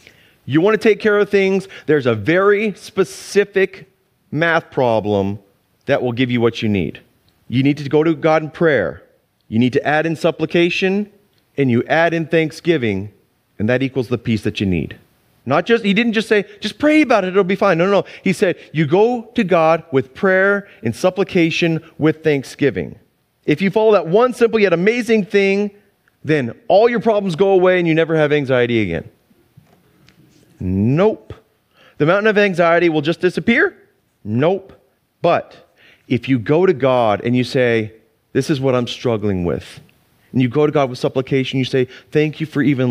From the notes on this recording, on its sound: Sunday church service livestream